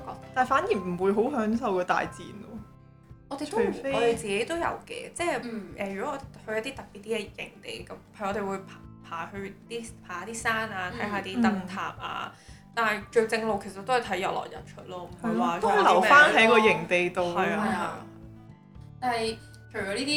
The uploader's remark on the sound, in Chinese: 今集有雜音，音質未如理想，請見諒。